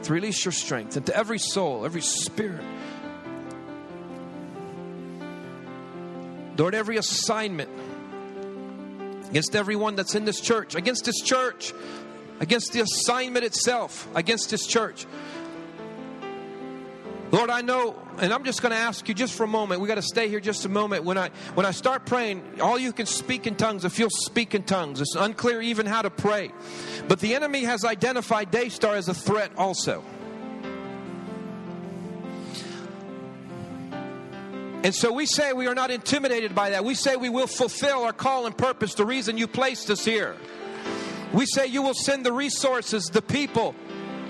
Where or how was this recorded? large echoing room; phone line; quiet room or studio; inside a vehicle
large echoing room